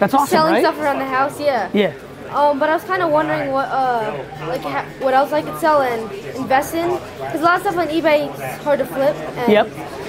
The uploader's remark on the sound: It’s a megavlog of the marathon 4-hour Q&A session I did at Wine Library before Thanksgiving.